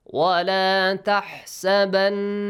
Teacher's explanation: whenever you have the نُون مُشَدَّد، the نُون with تَشْدِيد، you should produce a nasal sound. And also prolong it for two counts.